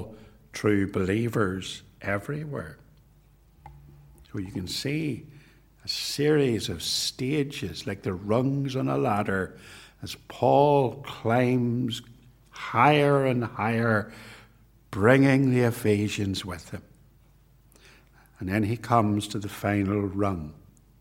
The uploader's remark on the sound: This sermon was preached at both Ballymacashon and Templepatrick reformed Church. This recording was made at TRC, and is reproduced here with their kind permission.